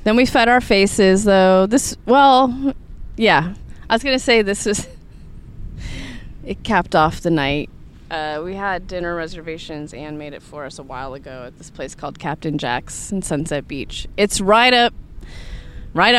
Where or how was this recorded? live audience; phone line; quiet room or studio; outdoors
outdoors